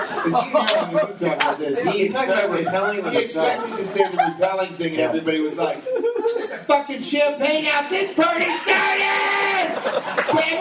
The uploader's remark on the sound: Live from the Sheraton!?